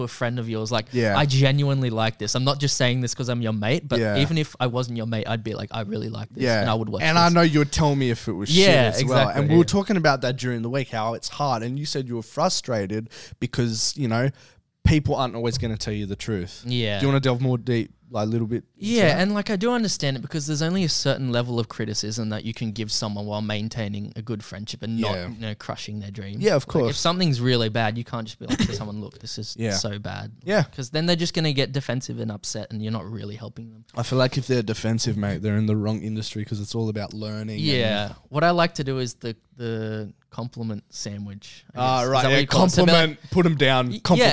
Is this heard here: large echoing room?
no